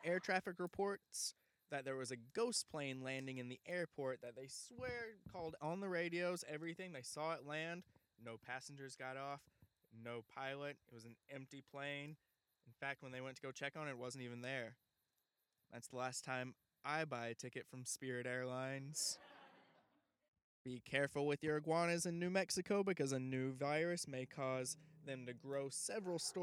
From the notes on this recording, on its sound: records a LIVE* episode of the podcast in the middle of a forest